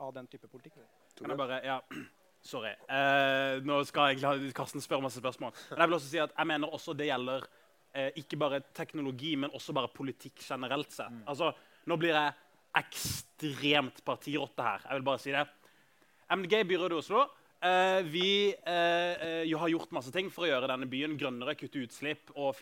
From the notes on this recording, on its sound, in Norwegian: Dette er andre episode i Tullete Alvor X YATA sin egen live-podcastserie!